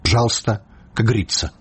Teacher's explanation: Мо таму, што там у моўнай плыні ненаціскныя галосныя для эканоміі могуць зусім прападаць